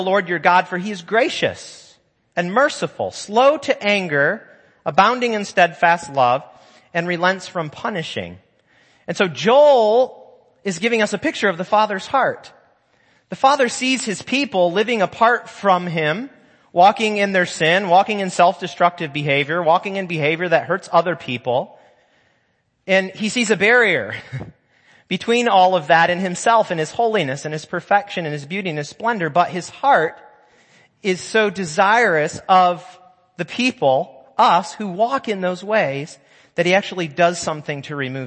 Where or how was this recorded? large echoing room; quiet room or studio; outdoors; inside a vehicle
large echoing room